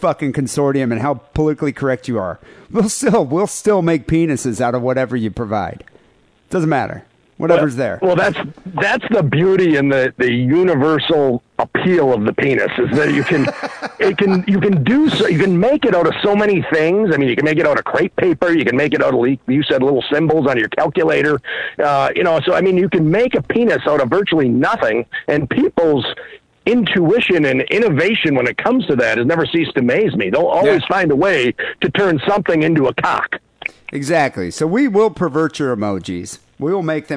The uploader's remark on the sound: Phone calls.